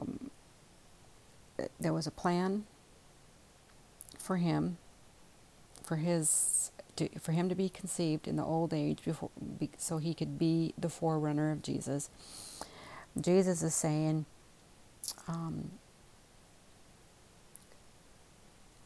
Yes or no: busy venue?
no